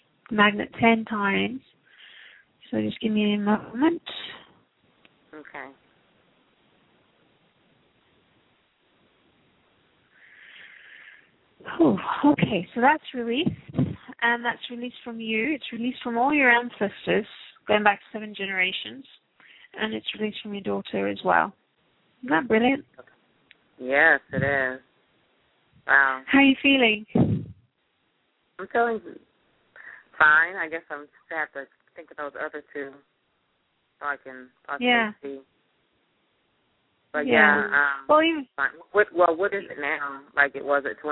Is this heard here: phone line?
yes